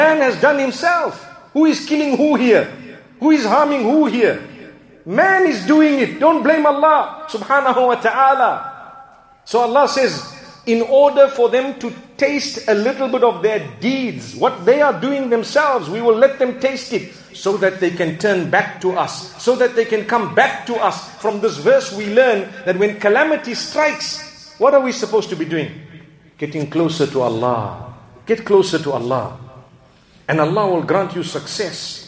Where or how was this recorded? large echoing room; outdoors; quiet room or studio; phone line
large echoing room